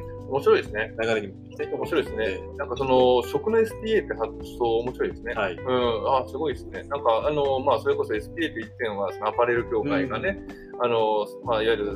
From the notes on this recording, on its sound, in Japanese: 今回の収録はゲスト回ということで、外部で一発録りをしている都合、背景にノイズ・人の声が入ってしまっております。